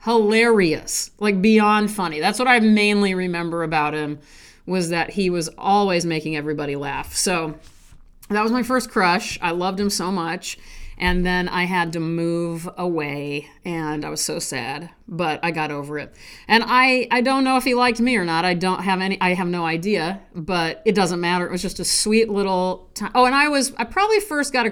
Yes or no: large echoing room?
no